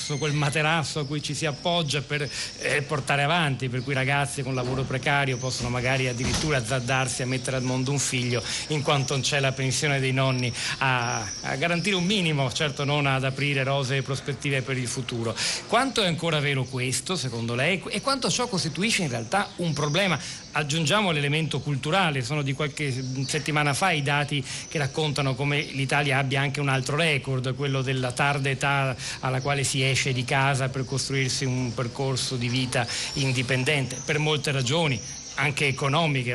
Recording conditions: busy venue